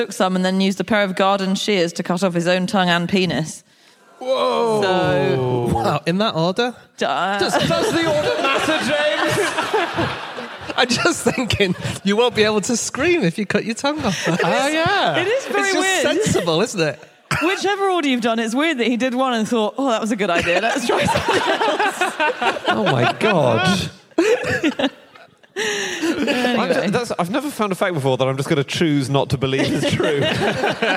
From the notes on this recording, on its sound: Live from Newcastle